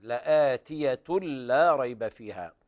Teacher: وهذا إضغام بغير غنة كامل لوقوع اللام بعد التنوين